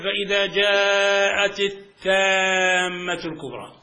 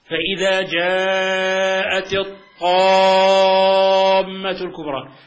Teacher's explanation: إيش التلاوة الصحيحة؟ إظهار الإطباق والاستعلاء · Shown in: second take